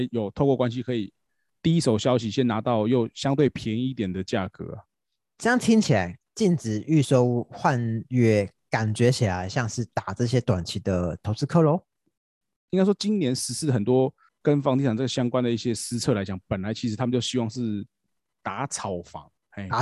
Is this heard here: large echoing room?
no